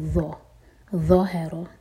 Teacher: ظا کے لیے ہماری زبان اوپر والی دانت کو ٹچ کرے گی اور منہ بھر کر پڑھنا ہے